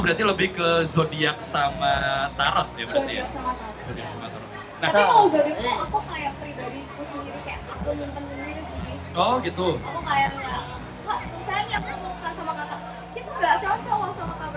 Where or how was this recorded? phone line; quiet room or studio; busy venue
busy venue